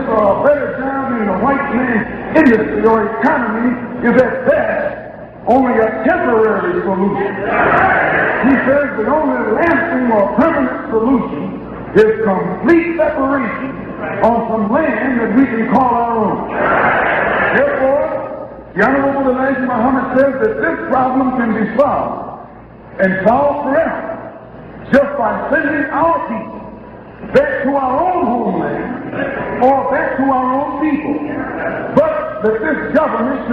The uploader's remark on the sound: Abyssinian Baptist Church June 12 1963